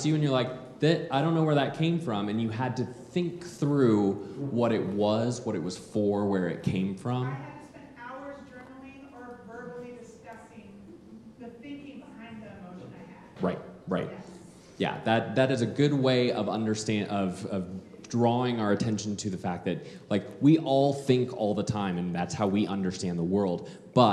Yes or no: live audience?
yes